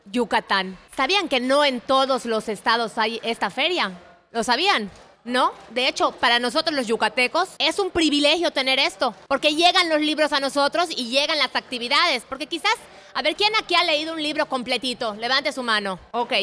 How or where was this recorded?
live audience